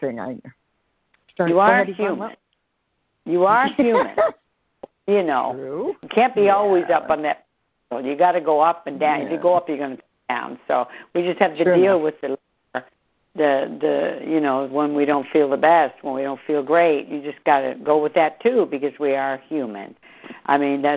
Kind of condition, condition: link, phone line